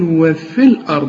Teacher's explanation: بلغي الياء عند الوصل، أقول وفي الأرض، يعني بشبك الفه مع اللام، هي دي شغلانة وفي الأرض.